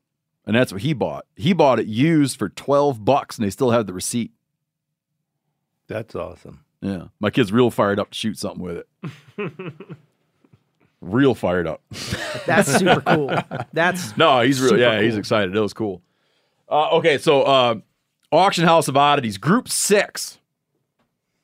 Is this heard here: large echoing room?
no